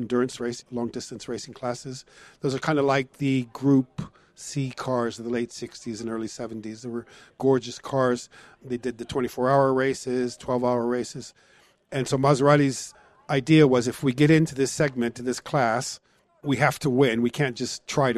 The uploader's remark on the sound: Live from the Concours of Elegance.